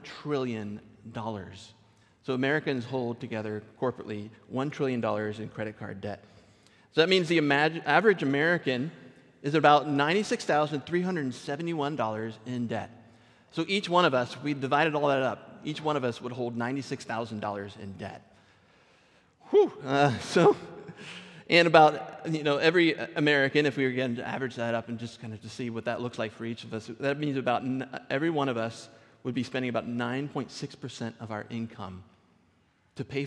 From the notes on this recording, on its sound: Recorded at our Sunday gathering in Port Orchard WA on June 4th 2023.